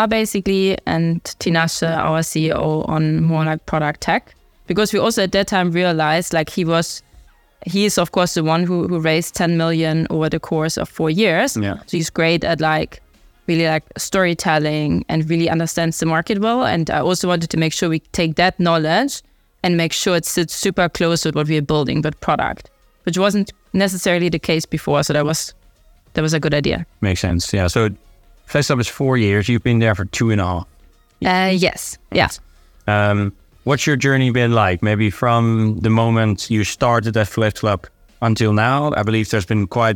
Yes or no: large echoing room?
no